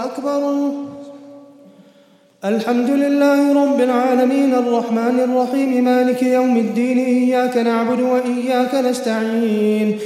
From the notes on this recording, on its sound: at the Houghton Masjid (West Street), Johannesburg, South Africa